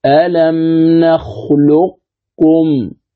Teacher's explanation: من اللام أقرأ الكاف لا وجود للقاف · Term: الإدغام الخالص